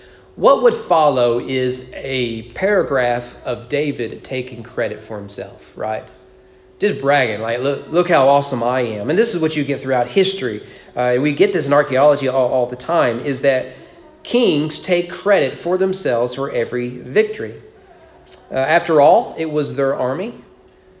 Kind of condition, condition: setting, large echoing room